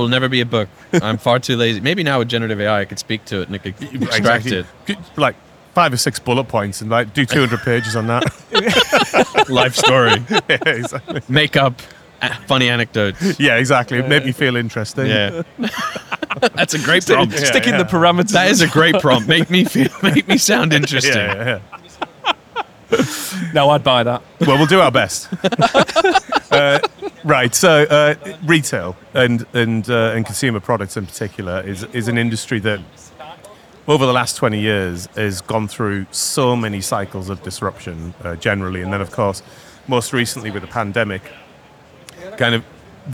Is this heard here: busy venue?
yes